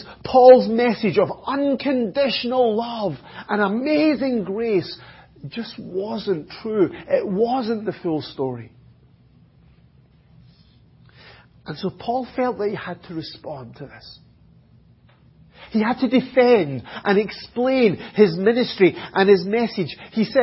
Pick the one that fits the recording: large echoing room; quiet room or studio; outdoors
large echoing room